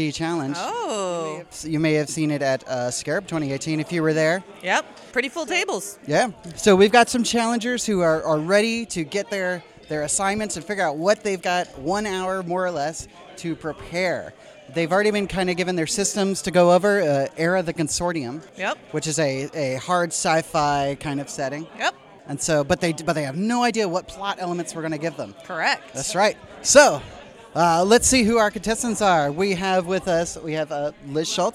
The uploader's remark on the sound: Recorded at ShushCon